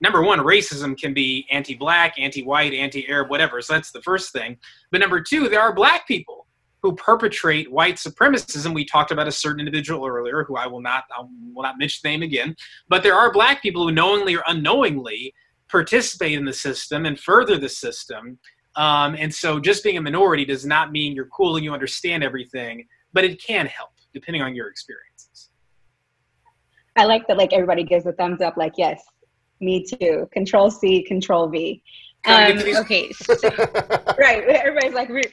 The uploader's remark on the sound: Virtual Live Show.